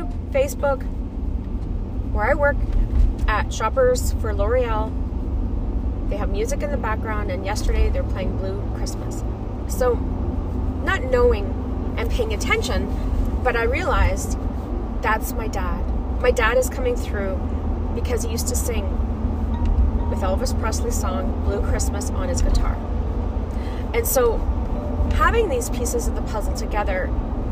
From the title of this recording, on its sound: I was driving to work on the episode so be mindful